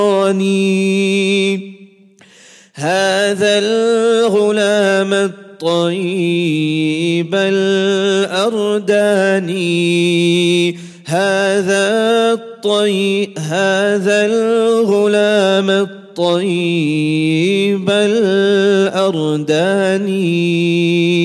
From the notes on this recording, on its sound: at the Houghton Masjid (West Street)